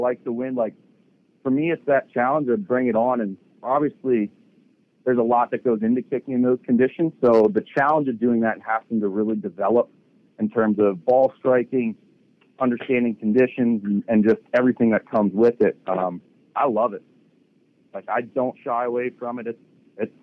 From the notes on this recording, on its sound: addresses the media during his conference call